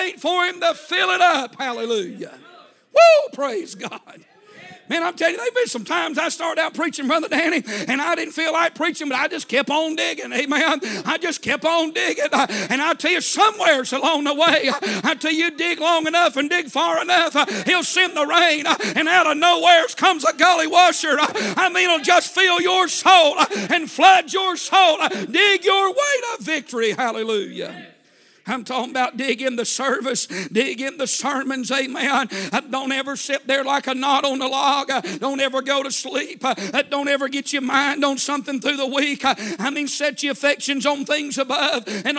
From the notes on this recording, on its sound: A sermon preached Wednesday Evening